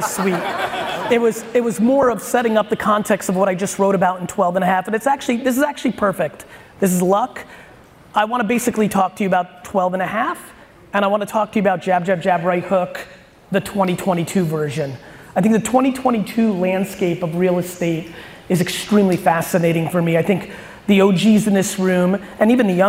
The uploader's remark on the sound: An awesome keynote I gave for Compass Real Estate in Austin, Texas.